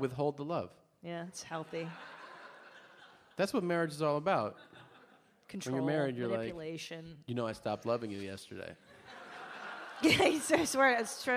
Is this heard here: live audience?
yes